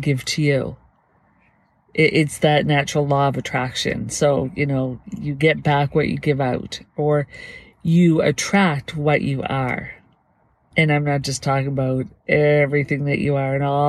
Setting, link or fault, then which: setting, inside a vehicle